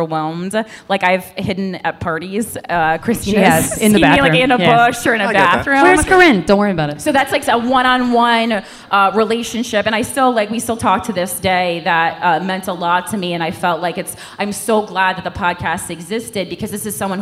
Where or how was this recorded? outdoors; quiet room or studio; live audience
live audience